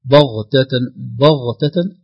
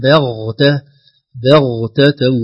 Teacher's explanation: تبقى الباء بشخصيتها رقيقة والغين بشخصيتها فخيمة · Shown in: second take